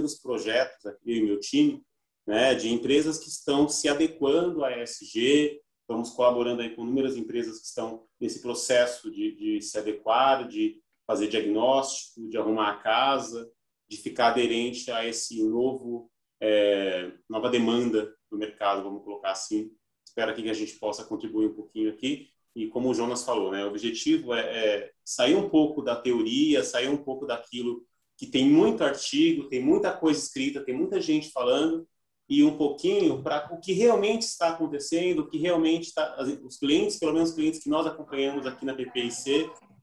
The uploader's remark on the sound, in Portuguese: Áudio Webinar